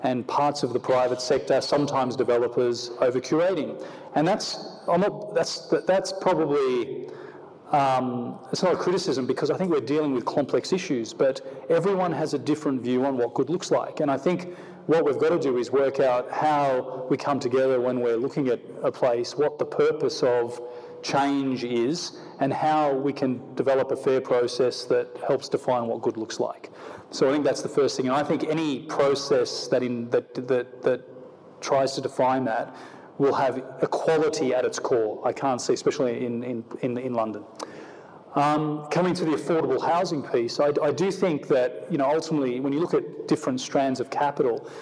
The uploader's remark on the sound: on stage at the Festival of Place